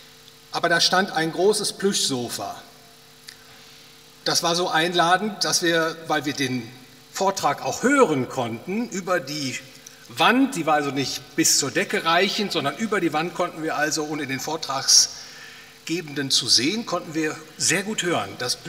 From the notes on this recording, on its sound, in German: aufgenommen auf dem Ludwig von Mises Seminar 2020